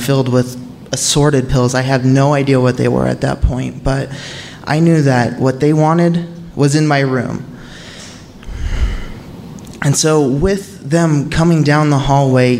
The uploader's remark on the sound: Live From Salt Lake 2!